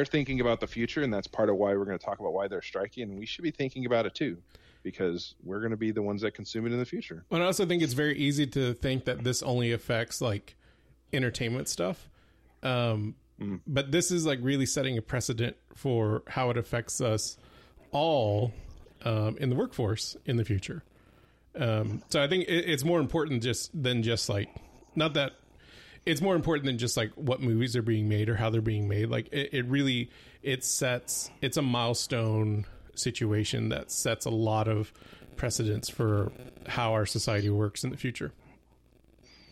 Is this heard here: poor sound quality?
no